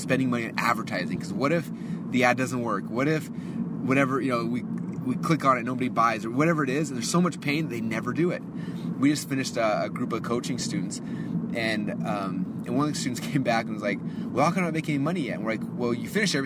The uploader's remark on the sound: I am actually driving to the office, and I wanted to do a really quick Marketing in Your Car Podcast so here we are.